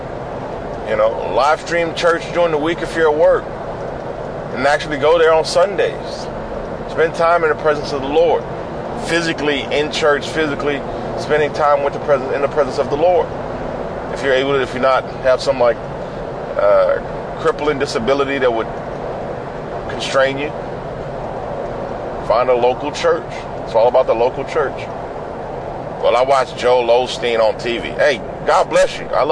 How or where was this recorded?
inside a vehicle